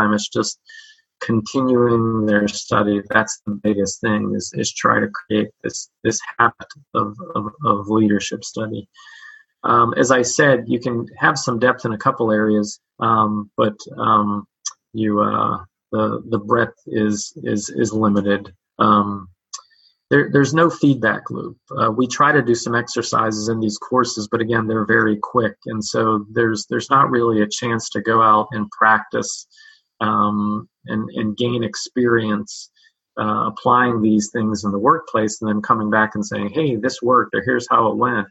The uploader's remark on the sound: Webinar recording